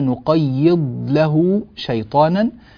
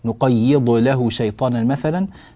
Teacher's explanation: في قوله تعالى: نقيض له شيطانا، الضاد أيضا ساكنة لكونها في فعل مضارع مجزوم، فنقول نقيض له شيطانا، ولا نقول نقيض مثلا، وإنما نقيض له شيطانا، هذا بالنسبة للضاد. ونعطي الضاد حقها من السكون وثبات السكون، ولا تتقلقل منا الضاد · Shown in: first take · نقيض له شيطانا مثلا، هذا غير صحيح.